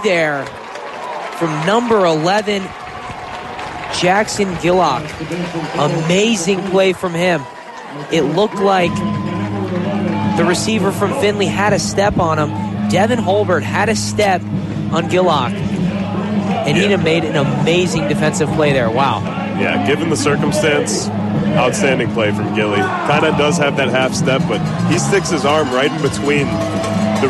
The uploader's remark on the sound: Live Hillsdale College Football broadcast